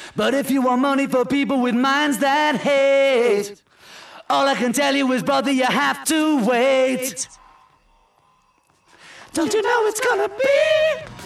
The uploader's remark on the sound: Live at Monmouth University. Essential to the concept of the ‘International … Symposium’ at Monmouth University, New Jersey, was that we recorded the show in front of an audience. In comes the warmth and freshness of a live appearance, captured for you by the STTS team.